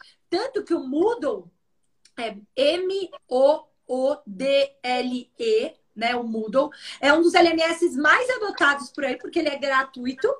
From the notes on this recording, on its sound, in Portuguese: originalmente uma live realizada no instagram da SOMAS